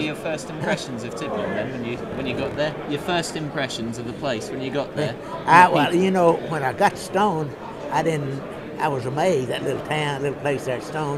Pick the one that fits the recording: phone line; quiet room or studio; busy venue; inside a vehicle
busy venue